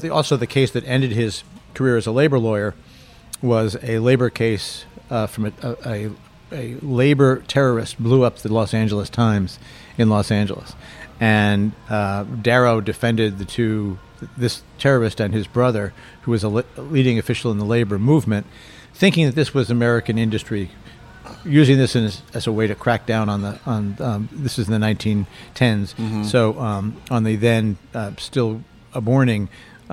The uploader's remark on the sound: We're at Ris in Washington's West End.